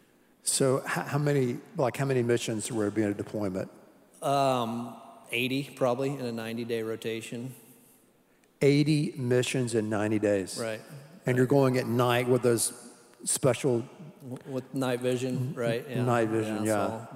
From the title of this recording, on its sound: Live Worship Service